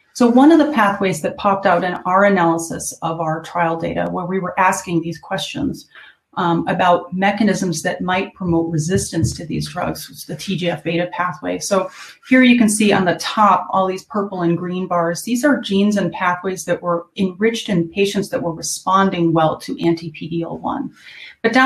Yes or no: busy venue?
no